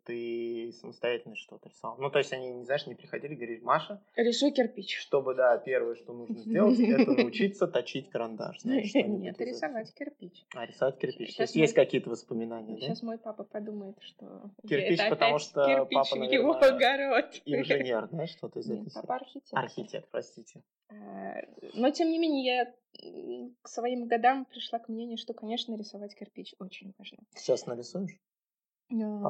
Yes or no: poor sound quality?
yes